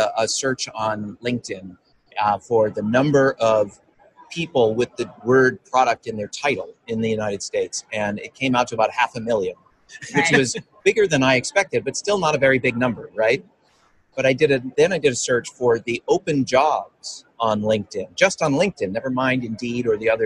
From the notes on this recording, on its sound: Joined us live at the Mind the Product Leadership Forum.